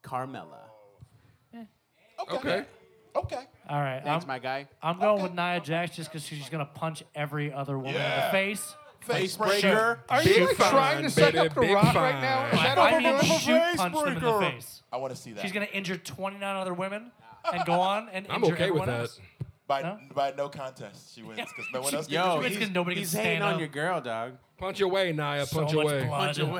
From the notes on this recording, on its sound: We did manage to capture the audio of our live show at Crescent Ballroom.